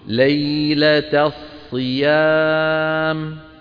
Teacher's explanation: التاء مرققة والصاد مفخمة، فعند المجاورة ممكن الإنسان يفخم التاء غلط طبعا